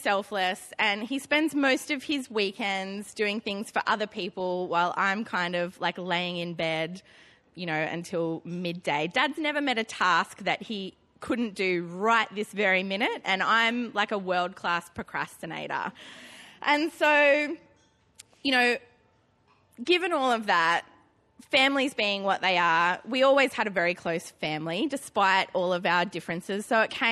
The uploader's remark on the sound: Now Hear This Storytelling Slam. Recorded at the Arthouse Hotel on May 29 2013.